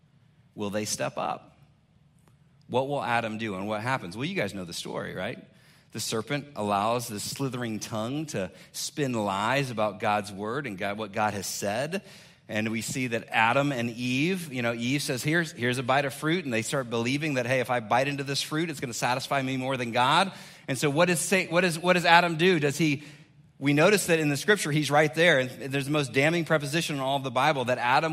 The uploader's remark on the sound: 2021 Man Up Conference Speech